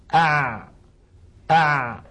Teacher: حرف العين من طبيعته التي كونه الله فيها في وسط الحلق أن الصوت يجري معه قليلا ثم يقف لوحده · Term: بين الرخو والشديد